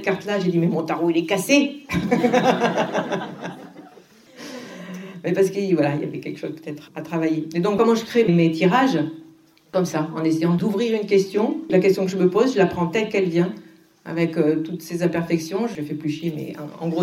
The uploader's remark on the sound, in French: Cet épisode est l'enregistrement de la conférence que j'ai donné au Tarot Festival 2022.